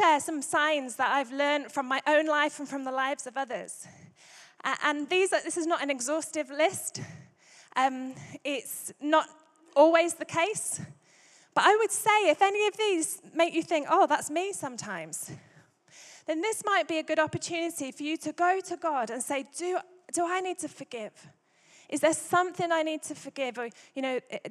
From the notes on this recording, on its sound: Recorded Live at Life Church Lancashire on Sunday 21st January 2024